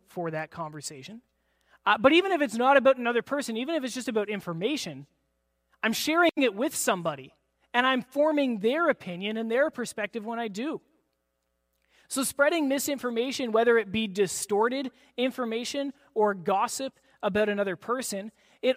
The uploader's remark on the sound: This is audio taken from the April 16, 2023 Sunday sermon at FBC Charlottetown PEI Canada.